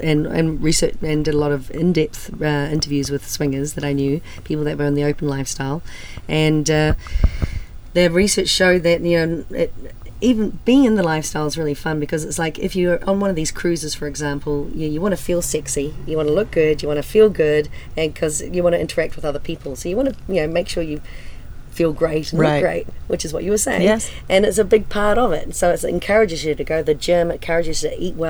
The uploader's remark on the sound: Join us on location from the SDC Cuban Cruise.